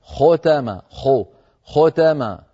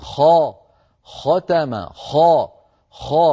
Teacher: بضغط صوت الخاء إلى سقف الحلق إلى قبة الحنك من غير زم أو ضم للشفتين إلى الأمام · Shown in: second take